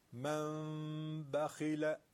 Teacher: نون به ب رسیده تبدیل به میم میشه، وقت لبا رو کمی باید باز نگه داریم و غنه بدیم.